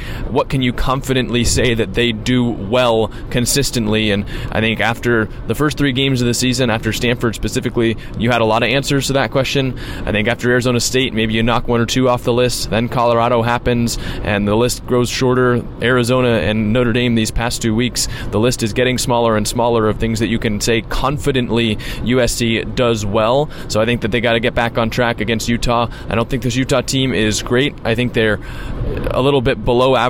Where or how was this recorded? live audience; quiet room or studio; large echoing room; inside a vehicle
inside a vehicle